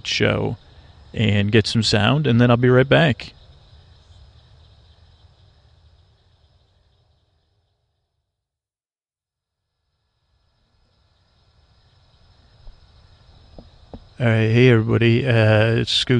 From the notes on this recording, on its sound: On Location. An ambient episode recorded on the edge of dusk in Florida, listen a rest as I listen and comment on the sounds of the swamp.